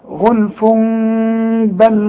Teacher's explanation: بقلب التنوين الى ميم، وبخف الميم وبغنه